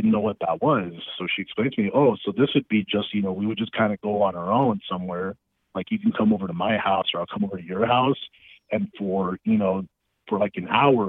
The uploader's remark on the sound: called in to talk all about it